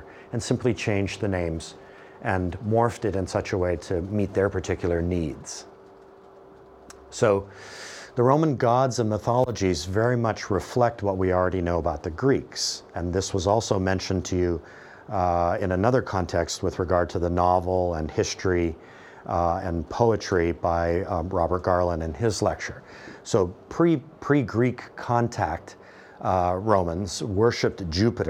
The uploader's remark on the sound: This podcast is my lecture on the Romans, for Euro Term One. The sections of this lecture where I showed movie trailers have been edited out to save time and space.